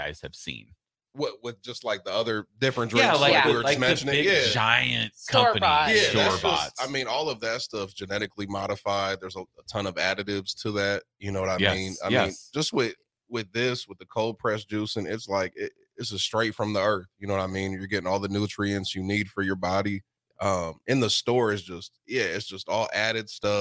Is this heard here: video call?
no